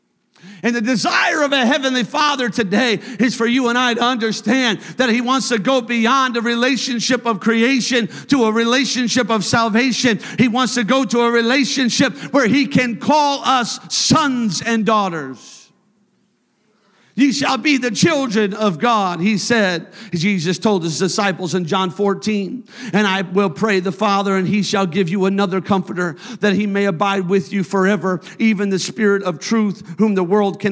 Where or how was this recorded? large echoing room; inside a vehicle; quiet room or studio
large echoing room